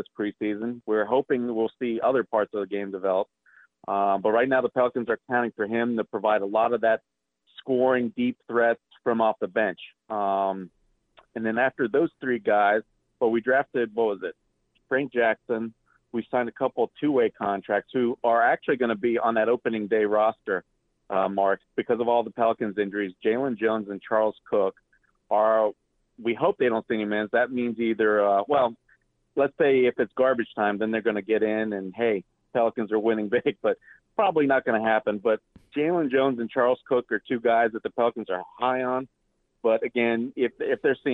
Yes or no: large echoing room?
no